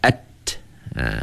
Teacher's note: Di mana tuan-tuan sekalian, huruf dal dengan huruf ta ni, kalau kita tengok dalam tajuk makhraj huruf, sudah pastinya tuan-tuan akan dapat lihat huruf dal dengan ta ini, kedudukan dia ataupun cara sebutan dia, iaitu hujung lidah kita menekan pada gusi gigi atas. Kita menekan hujung lidah kepada gusi gigi, ataupun dia kata serat gigi.